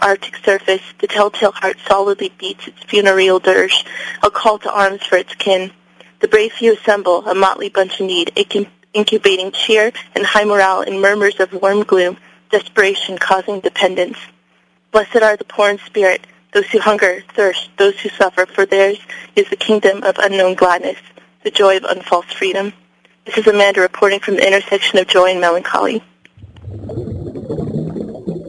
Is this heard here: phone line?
yes